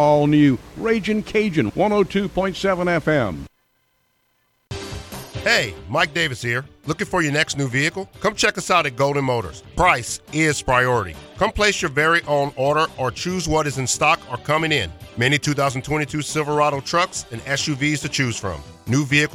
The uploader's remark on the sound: We open talking prep football and then dive into the phone lines.